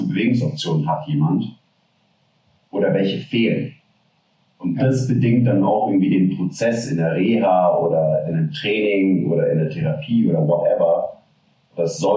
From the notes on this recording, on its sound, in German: Verzeiht uns die Audioqualität dieser Folge, wir hatten technische Schwierigkeiten